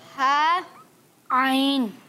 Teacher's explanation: حلق کے درمیان والے حصے سے · Term: ہا اور عین